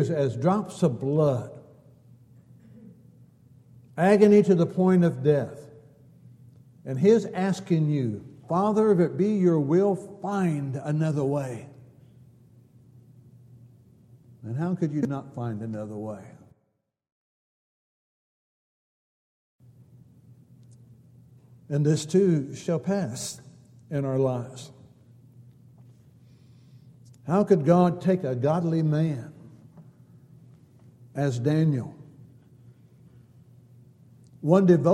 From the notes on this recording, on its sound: Downtown Church Of Christ Audio Sermon